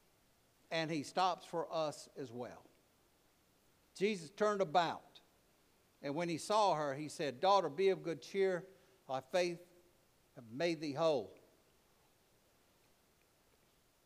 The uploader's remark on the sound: preached at All Saints Anglican Church in Charlottesville, VA on November 19, 2023